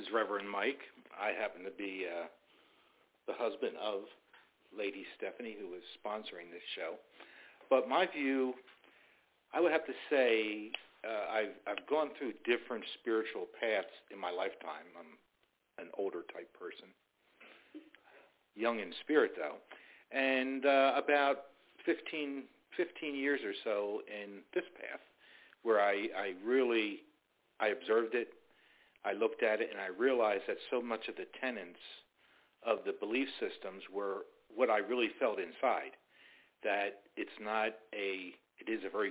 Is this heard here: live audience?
no